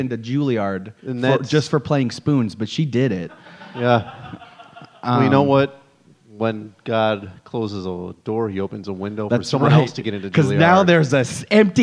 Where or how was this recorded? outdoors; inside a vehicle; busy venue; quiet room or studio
busy venue